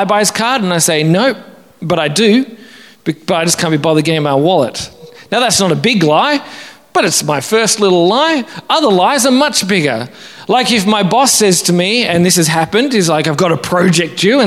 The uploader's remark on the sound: Originally preached at St Matthew's, Wanniassa in September 2022.